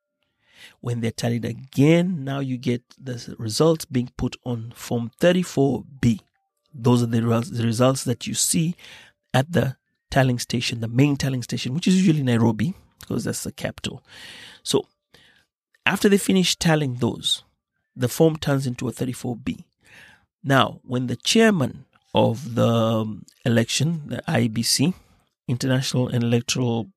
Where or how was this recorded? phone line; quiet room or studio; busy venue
quiet room or studio